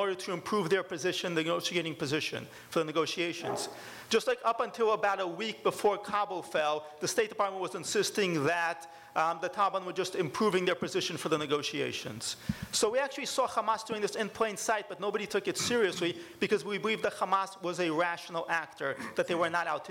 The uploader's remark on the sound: In this special episode, you'll hear a live panel. At the David Horowitz Freedom Center's annual Restoration Weekend event.